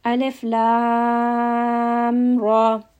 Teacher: Now sometimes you are not going to have idgham, like alif lam ra. Now you're not merging the lam and the ra together.